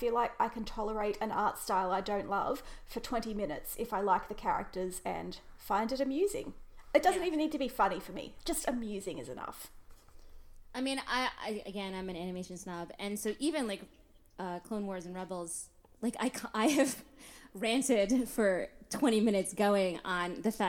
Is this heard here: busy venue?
no